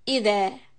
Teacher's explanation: إذا، we will emphasize or press on Hamza. إذا، two counts on ذال، مد الطبيعي.